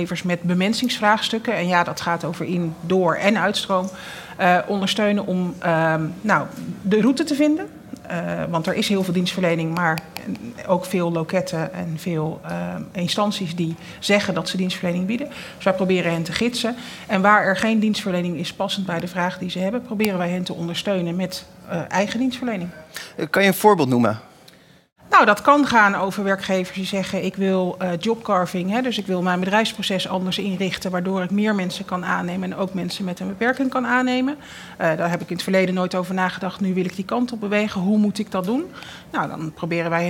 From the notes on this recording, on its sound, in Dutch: Voor de 55ste aflevering strijkt Money Matters neer in Circl, waar de aflevering in talkshow vorm is opgenomen.